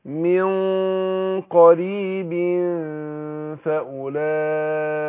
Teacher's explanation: احنا الفاء بتخرج من بطن الشفة السفلى مع اصول الثنايا الايه العليا، اطراف الثنايا اقصد، اطراف الثنايا العليا.